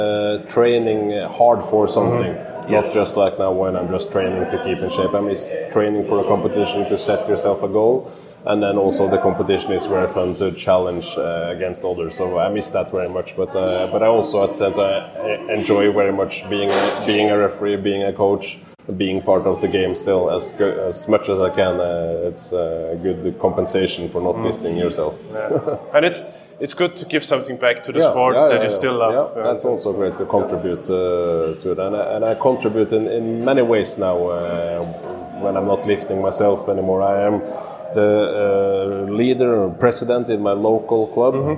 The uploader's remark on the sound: At this year's bench Europeans in Luxembourg